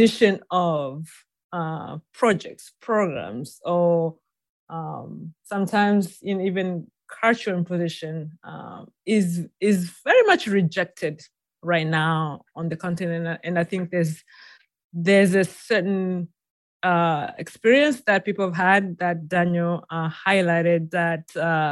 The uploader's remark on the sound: a recording of a recent webinar